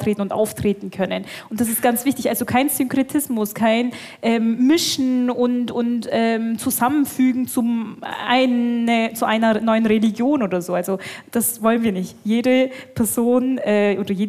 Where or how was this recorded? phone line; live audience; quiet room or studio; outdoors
live audience